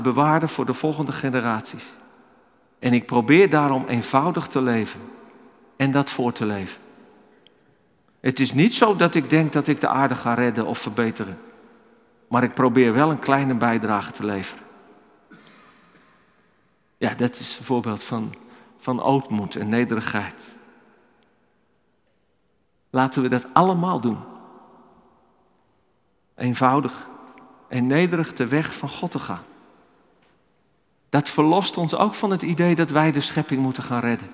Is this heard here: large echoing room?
yes